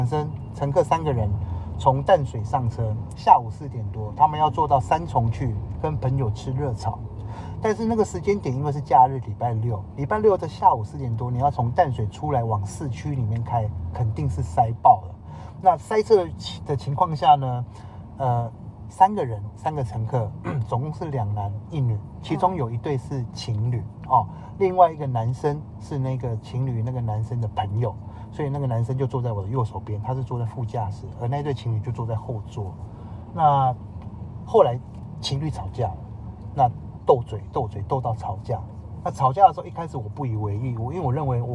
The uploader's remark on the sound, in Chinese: 某天搭UBER在回程路上聽大哥講故事用手機錄音 音質有點糟。